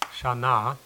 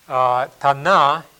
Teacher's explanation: Hebrew and Aramaic are very closely related languages, and there are certain phonological correspondences, sometimes where the Hebrew has a shin, this sh sound, Aramaic has a T sound